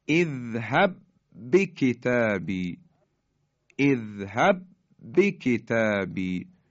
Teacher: اینا در هم ادغام میشن و در حقیقت محکم و با شدت ادا میشن. ما یک با رو داریم تلفظ میکنیم، حرف اولی که ساکنه یعنی مدغم حذف میشه.